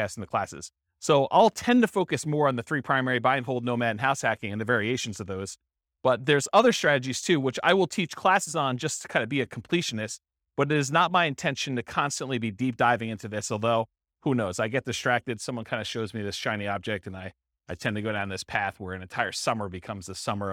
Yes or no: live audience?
yes